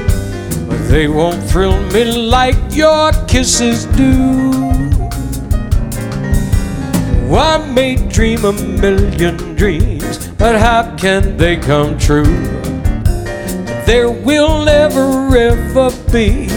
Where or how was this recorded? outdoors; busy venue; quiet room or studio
busy venue